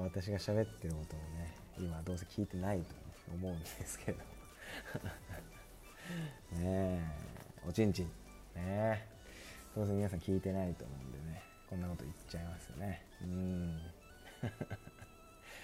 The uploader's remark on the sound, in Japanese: 音響機材の関係で雑音が入ることがあります。Iphoneの有線イヤホン収音えぐいな。北海道札幌市を拠点に活動する26歳男性2人がただただ話すラジオです！